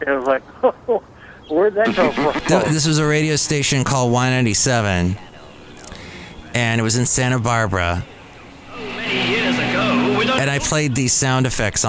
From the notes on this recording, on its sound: podcasts live from Café Anyway